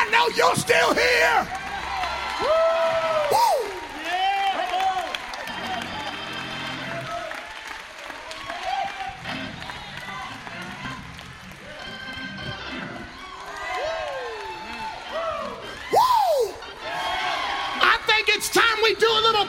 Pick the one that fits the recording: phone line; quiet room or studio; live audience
live audience